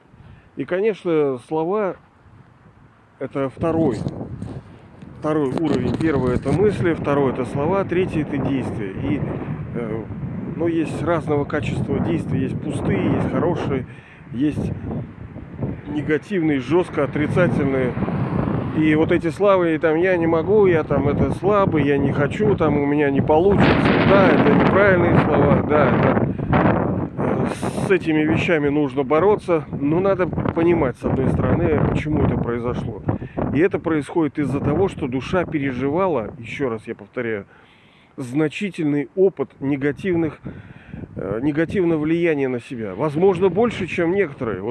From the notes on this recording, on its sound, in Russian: Извиняюсь за качество записи, ветренновато бывало